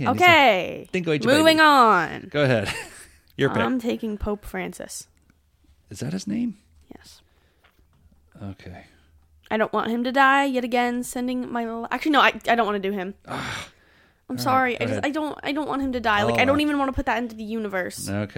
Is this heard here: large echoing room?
no